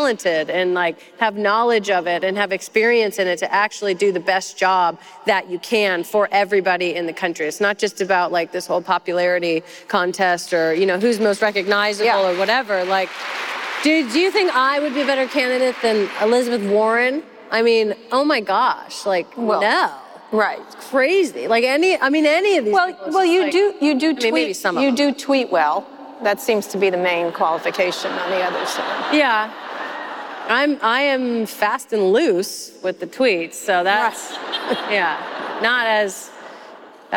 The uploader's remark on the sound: This live episode was recorded at the Massachusetts Conference For Women.